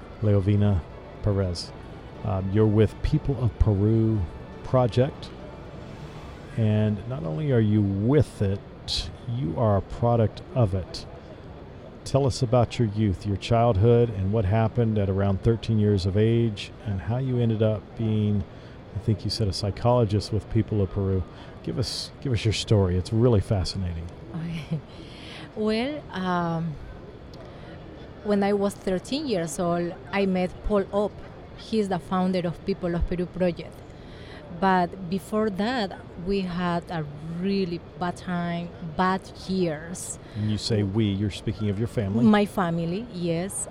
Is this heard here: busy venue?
yes